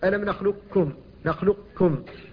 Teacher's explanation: إذا نطقت بها مدغمة فإنك إذا قلت مثلا ألم نخلقكم، نخلقكم، القاف لم تنطق بها لكن بقيت صفتها وهي الاستعلاء · Term: صفة الاستعلاء